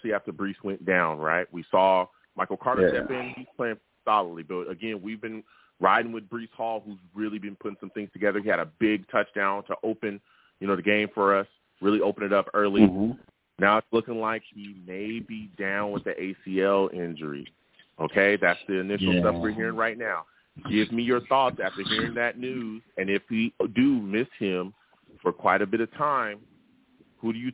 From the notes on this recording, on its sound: Live immediately after the Jets game against the Broncos, I sat down and discussed the game! The callers went crazy on this show and the takes were flying! I take live callers!